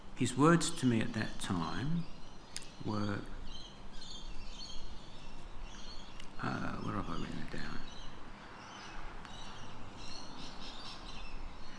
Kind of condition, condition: setting, large echoing room